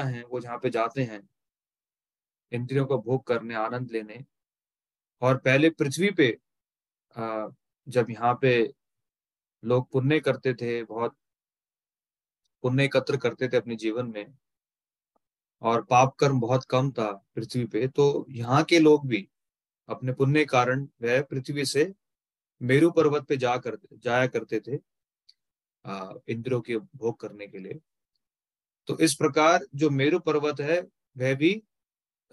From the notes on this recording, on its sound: Zoom recorded session